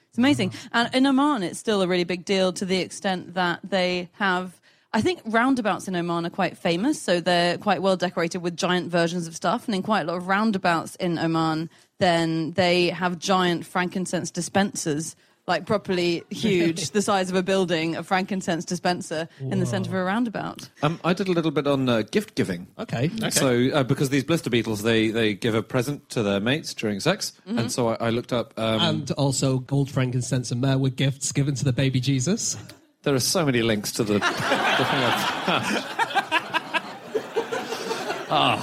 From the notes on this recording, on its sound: live from Up The Creek in Greenwich